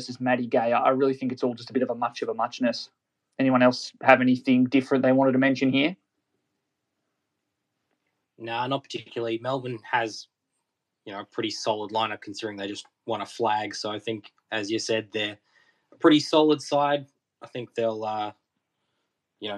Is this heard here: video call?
yes